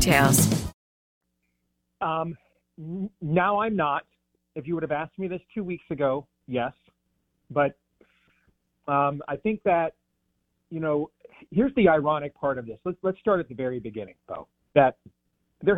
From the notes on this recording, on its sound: Joins the show on the Farm Bureau guest line talking about Michigan's response to the Big 10 live in the BankPlus Studio.